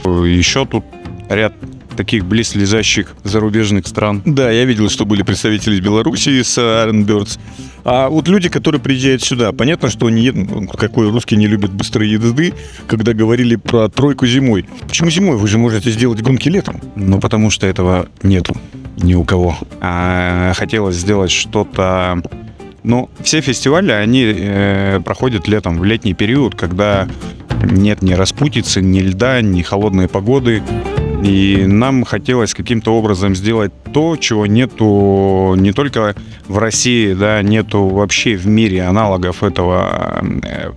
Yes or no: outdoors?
yes